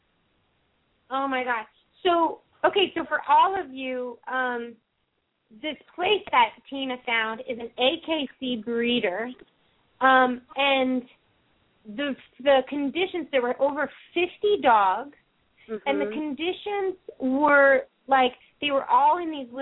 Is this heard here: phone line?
yes